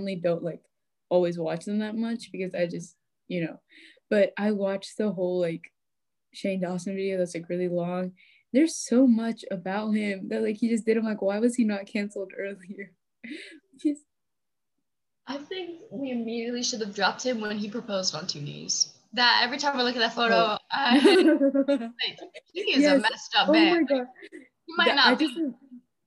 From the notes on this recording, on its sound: Meet for the first time(over zoom).